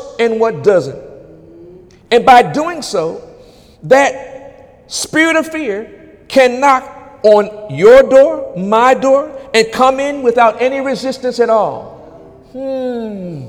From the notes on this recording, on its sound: During Wednesday night service on November 8, 2017